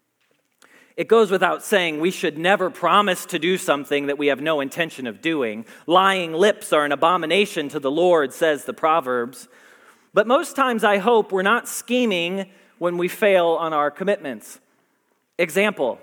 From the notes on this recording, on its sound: Message Preached at Valley Creek Church